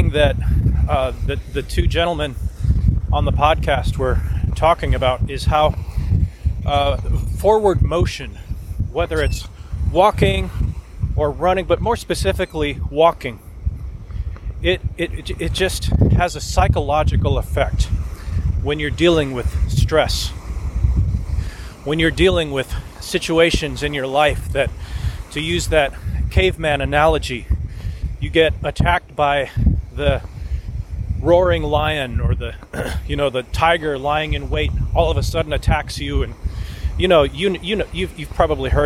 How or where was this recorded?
outdoors